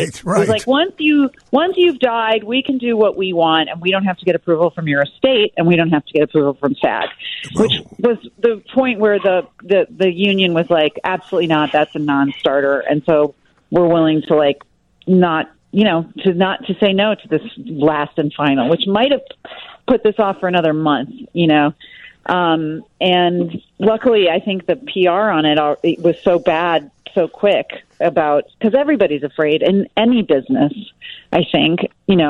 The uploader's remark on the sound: join us via the phone live from California